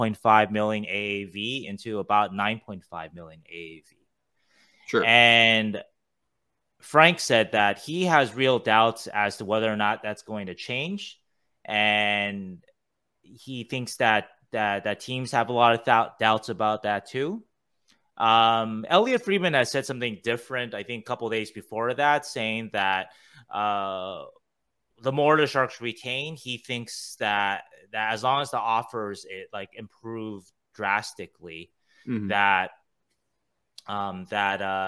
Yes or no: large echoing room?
no